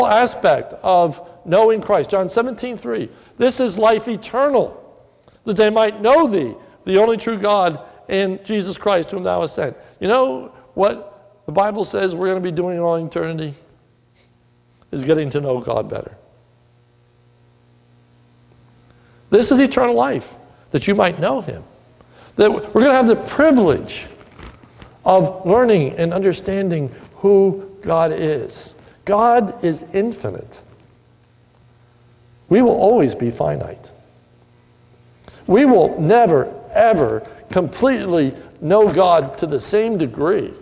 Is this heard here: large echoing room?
yes